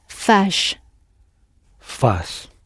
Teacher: So we drop the E at the end and the Z has got softened because the final Z in Portuguese is pronounced sh.